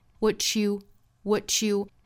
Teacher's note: What you 连读同化 ch 的发音。